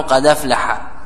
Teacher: إذن نقول النقل لحركتها إلى ساكن قبلها فتسقط نحو قد أفلح بفتح الدال مع إسقاط الهمزة